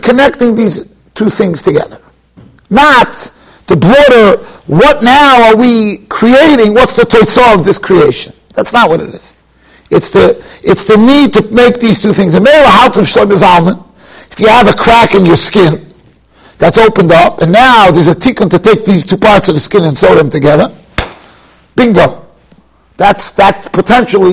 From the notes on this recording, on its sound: Shiur recorded in Yeshivas Ohr Reuven, Monsey, NY.